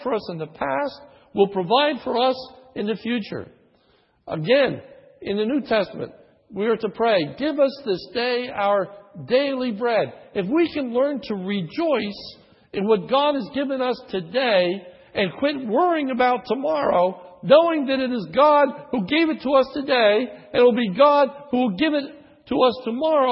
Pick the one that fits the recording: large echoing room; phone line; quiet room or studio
large echoing room